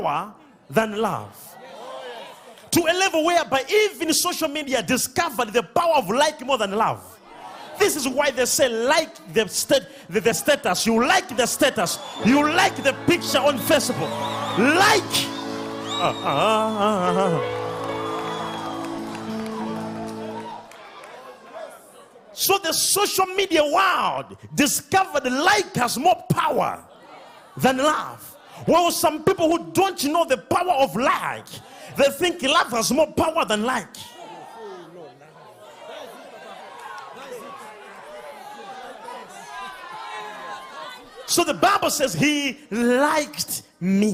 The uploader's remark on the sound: DIPLOMATIC SERVICE LIVE | ECG CHURCH